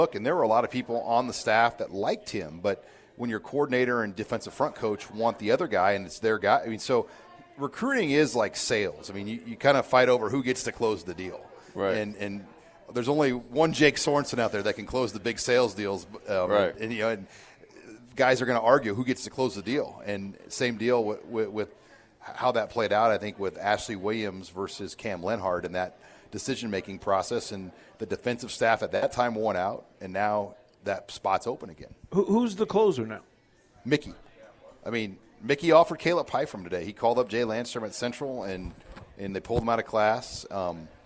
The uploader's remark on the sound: Live from Tanner's